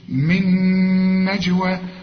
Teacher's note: والجيم هنا عطش وقلقلها